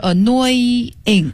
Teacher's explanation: 得拉长拖长一点啊，那个后鼻音得出来